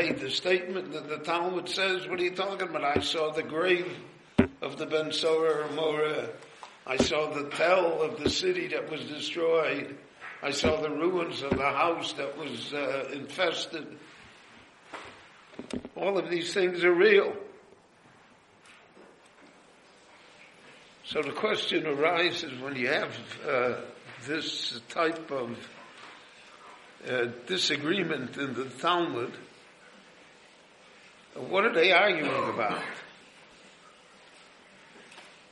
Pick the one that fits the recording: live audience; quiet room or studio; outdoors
live audience